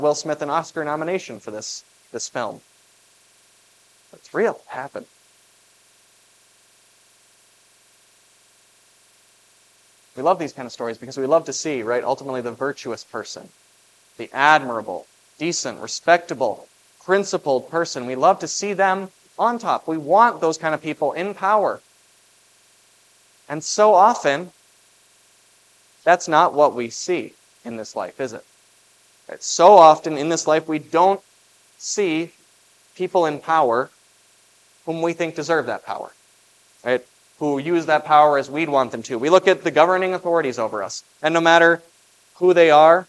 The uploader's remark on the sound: was preached for the Festival of the Ascension at Grace of God Lutheran on May 21, 2023